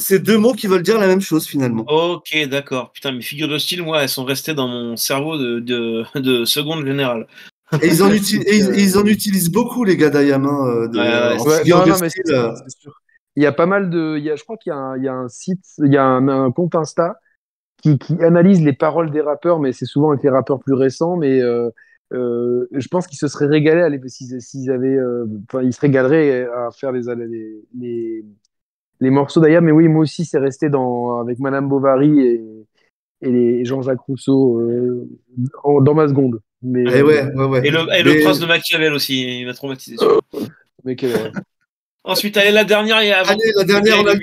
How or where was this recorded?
video call